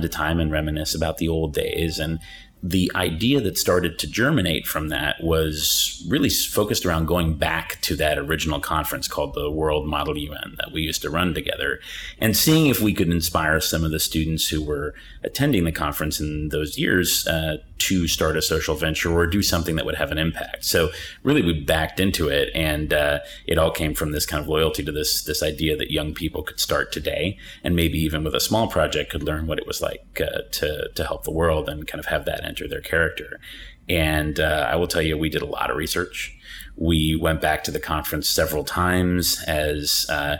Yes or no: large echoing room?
no